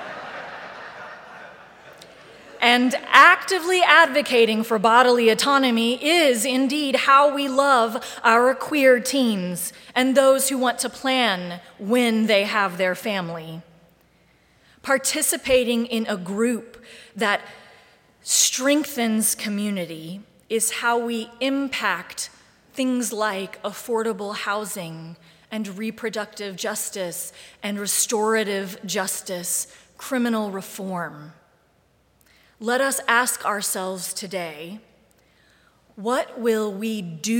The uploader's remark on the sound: Live streamed from the sanctuary of Mayflower Congregational UCC Church of Oklahoma City.